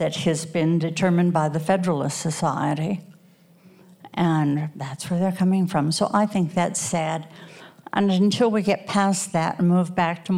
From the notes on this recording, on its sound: The show was recorded live at eTown Hall in Boulder, Colorado.